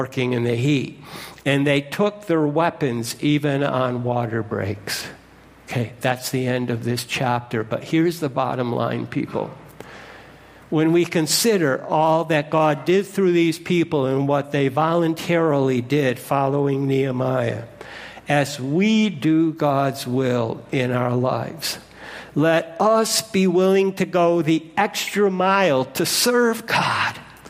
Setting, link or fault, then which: setting, large echoing room